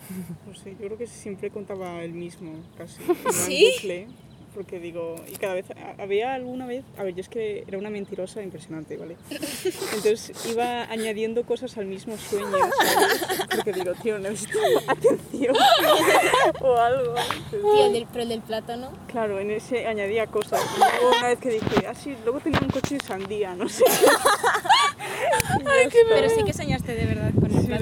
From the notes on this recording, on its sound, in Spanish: Episodio grabado en el parque